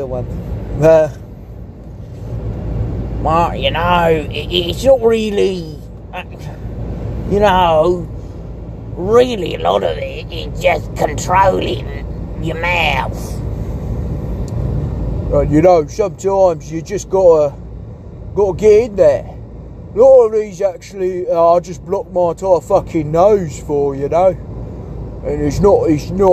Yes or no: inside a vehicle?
yes